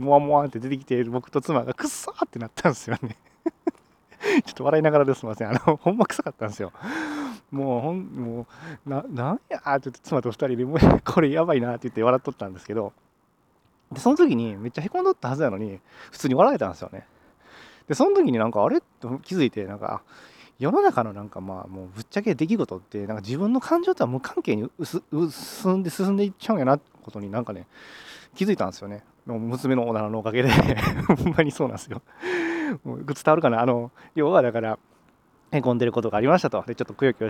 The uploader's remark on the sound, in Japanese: 歩きながらの収録なので雑音が入っています